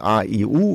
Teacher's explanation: Vielleicht kann man das jetzt auch im Mikrofon hören. Jetzt habe ich die Zähne mal zusammengepresst. Natürlich kann ich nach wie vor auch alle Vokale sagen, A, I, U etc. Aber ich klinge ein bisschen dumpfer, ich klinge etwas mehr in mir drin und es fehlt die Dynamik in der Lautstärke und auch in allen anderen Dingen.